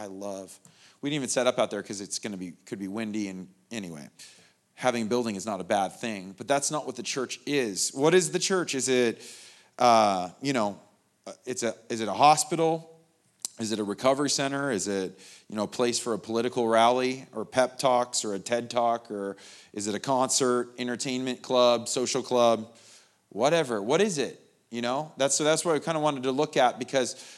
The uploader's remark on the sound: The Live recording of the 10am Sunday Service at Steadfast Church in Carlsbad, Ca